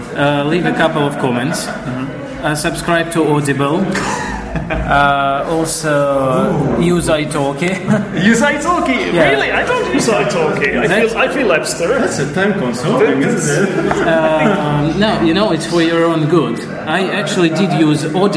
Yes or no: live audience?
yes